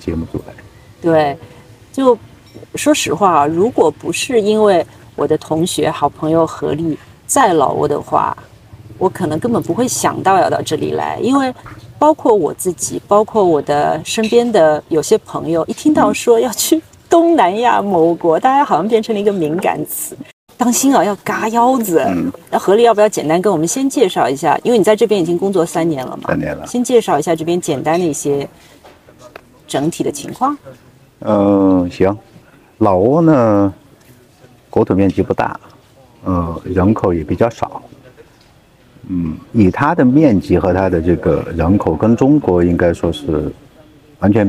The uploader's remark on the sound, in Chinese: 这是《稚园稚造》第一次在户外聊天，大疆“小蜜蜂”收音效果有限，但主体声音还是清楚的。背景里有咖啡机研磨的声音，有周边三三两两的聊天，也有山脚下湄公河上突突驶过的大小游船。所有的声音在收音器材中都被同比放大了。